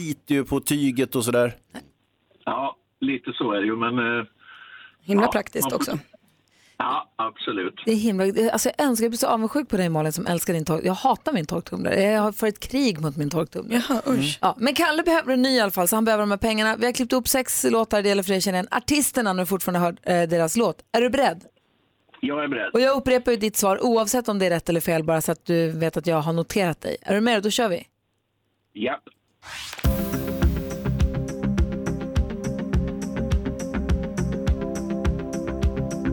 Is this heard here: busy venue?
no